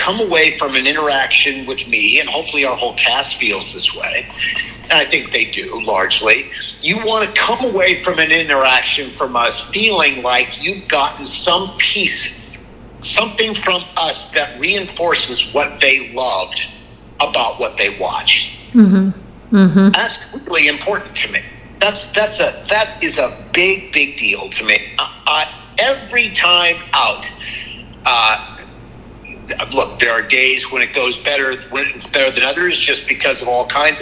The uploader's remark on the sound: in a phone interview